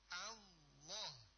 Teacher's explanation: Jadi sebut ringan huruf A, lalu lamnya ditebalkan dengan cara menaikkan pangkal lidah